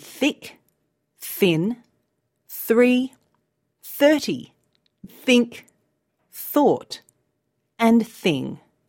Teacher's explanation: The sound is not voiced. That means it sounds breathy. This is different to the V sound in mother and father, which is voiced, and so is buzzy, like a bee.